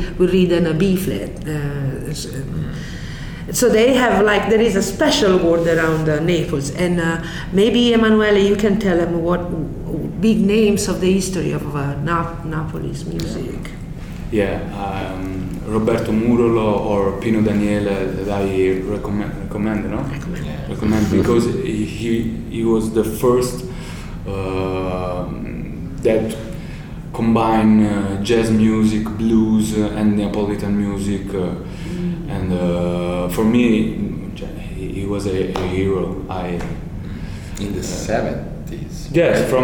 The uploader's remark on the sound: Performed live at the 2023 Hyde Park Jazz Festival. This interview was recorded at the Study at University of Chicago.